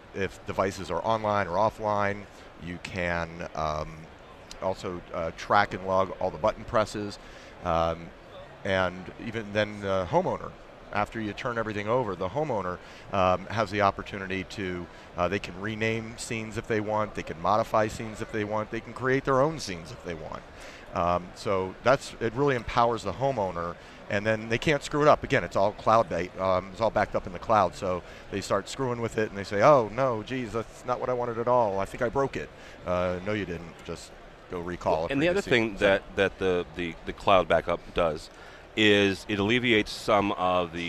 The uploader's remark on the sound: We are live from CEDIA Expo 2014. There are a cast of contributors from manufacturers to integrators and programmers.